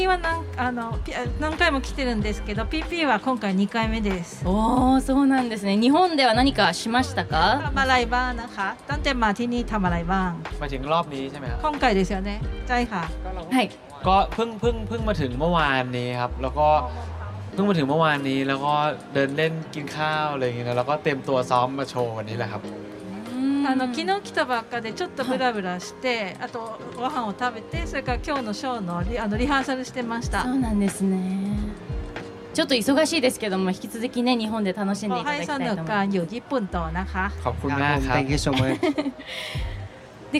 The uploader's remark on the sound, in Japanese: サマーソニックの公開収録の模様をお届け！